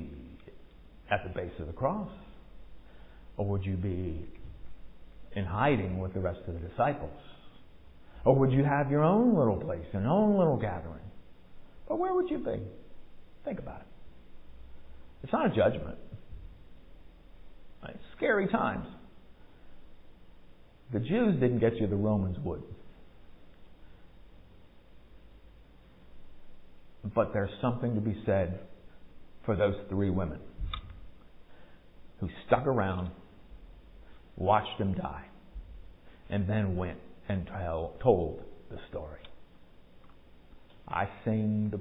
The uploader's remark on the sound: Recorded at MPPC on Sunday, November 6, 2022, during worship.